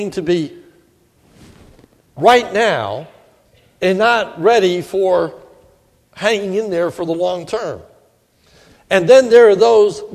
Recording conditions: large echoing room